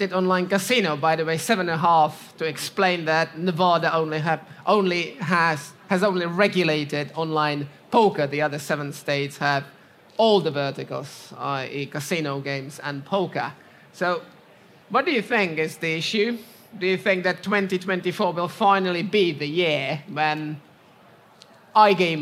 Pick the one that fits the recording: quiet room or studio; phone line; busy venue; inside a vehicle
busy venue